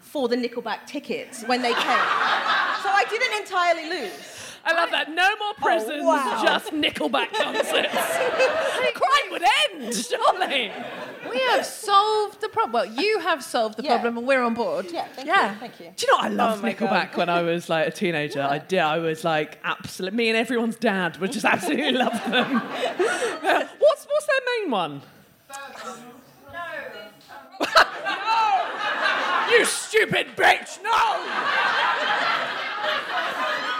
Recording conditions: live audience